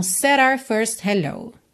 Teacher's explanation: É muito comum essa palavra our, nosso, nossa, ser reduzida ao som da letra R, o nome da letra R, R, R.